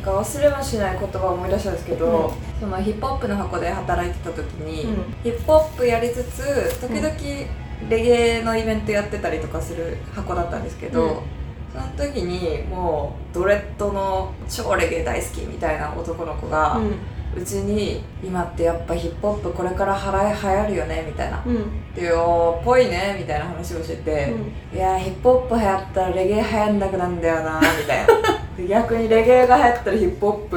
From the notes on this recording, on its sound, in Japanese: 雑音すごくてすみません